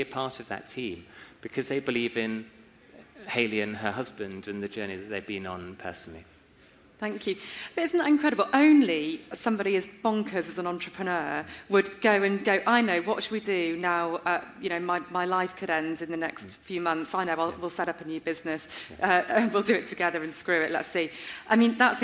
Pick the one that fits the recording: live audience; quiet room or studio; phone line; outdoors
live audience